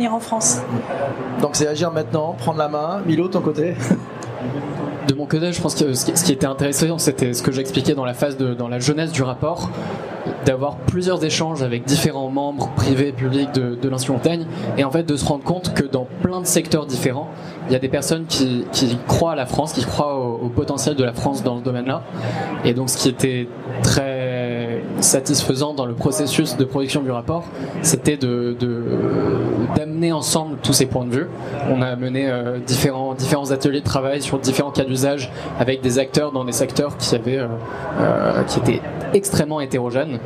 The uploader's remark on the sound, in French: Enregistré en public et en direct de Vivatech 2023 sur le stand de PwC.